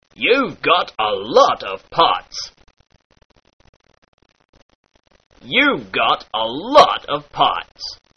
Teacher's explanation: The ah sound in words like hot darkens to the aw sound in words like ought.